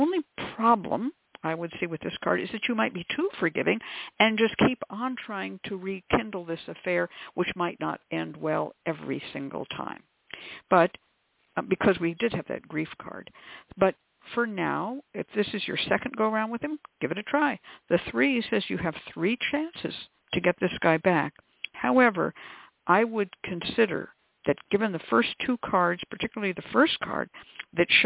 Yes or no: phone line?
yes